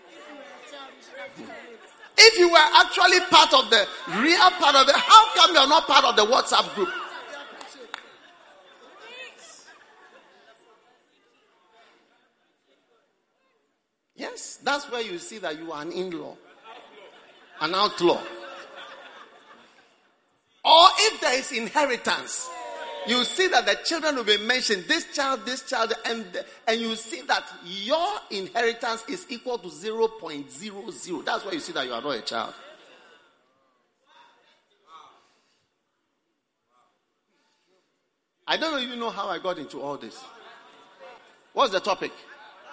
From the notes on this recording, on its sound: Preached at the Prophetic Encounter Service.